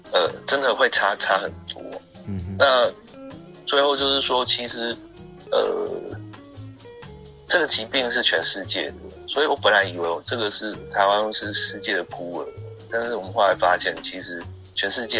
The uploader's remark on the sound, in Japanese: 電話訪問。